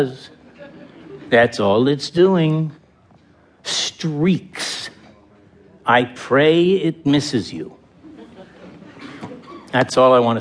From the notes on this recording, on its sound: Format: Original Recording. Theatre Works full-cast performance. Theatre Works before a live audience. This wonderful full-cast rendering of Mamet's 1984 Pulitzer Prize-winning play loses little in the staged recording. The subtle but completely appropriate sound effects are exciting and superbly amplify the angst and drama.